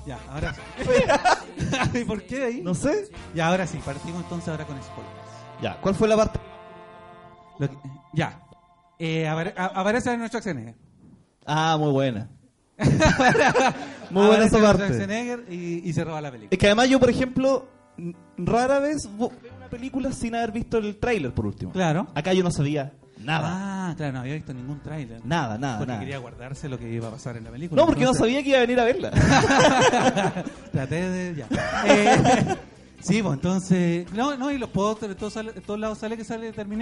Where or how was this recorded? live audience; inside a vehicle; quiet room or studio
live audience